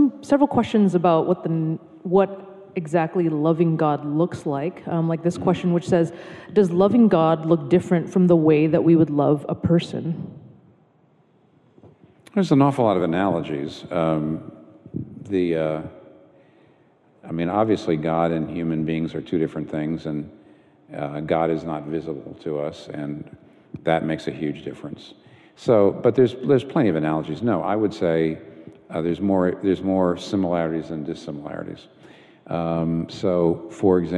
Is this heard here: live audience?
yes